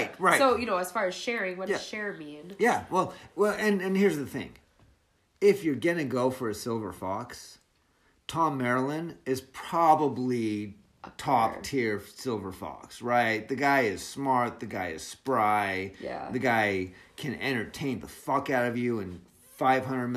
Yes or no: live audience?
no